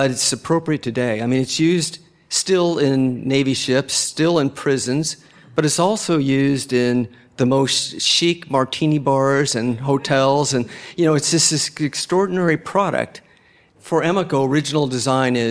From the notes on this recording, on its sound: Taped live at a Be Original Americas event in Los Angeles, we conducted 6 lightning round interviews with leaders in different areas of design and architecture.